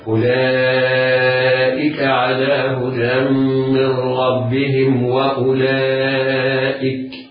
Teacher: الميم في كلمة من ربهم بعدها متحرك، فحافظنا على سكونها وإظهارها إظهارا شفويا هكذا: أولئك أولئك على هدى من ربهم وأولئك. · Term: الإظهار الشفوي